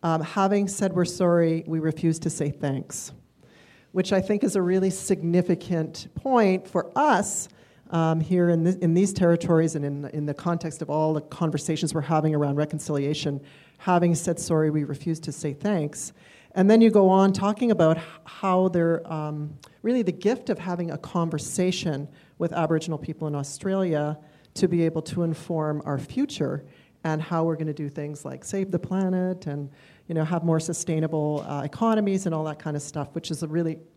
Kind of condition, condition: setting, live audience